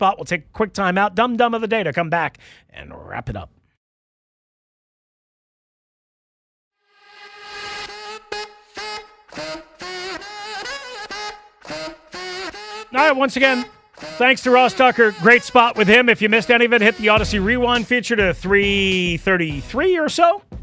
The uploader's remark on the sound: Back to the phone lines for your calls